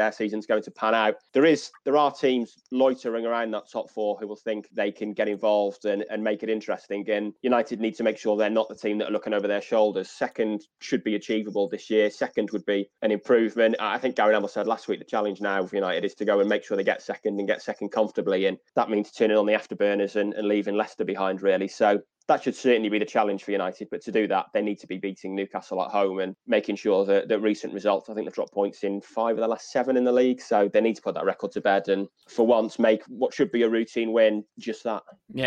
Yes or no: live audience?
no